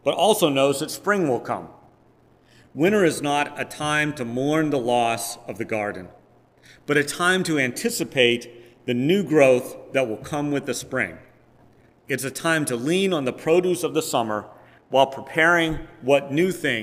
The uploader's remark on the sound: Preached on August 7, 2022, at First Presbyterian Church of Rolla.